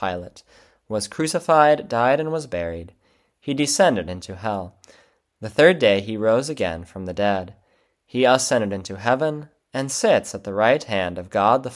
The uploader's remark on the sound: February 18, 2024 Church Service – First Sunday of Lent. Divine Service 2024-02-18 Lent – Sermon Audio.